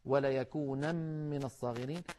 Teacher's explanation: طبعا النون تدغم في الوصل، وليكونن من الصاغرين، فإن وقفنا عليها اضطرارا أو اختبارا نقف وليكونا وليكونا.